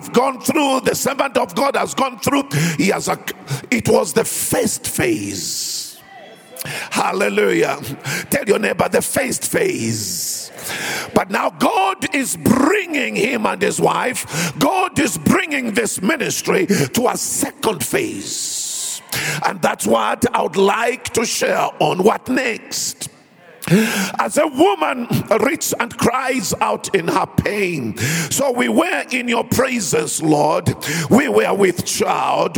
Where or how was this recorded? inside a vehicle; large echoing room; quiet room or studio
large echoing room